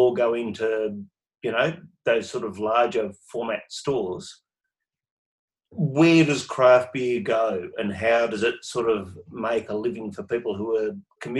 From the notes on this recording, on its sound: into the coolroom zoom room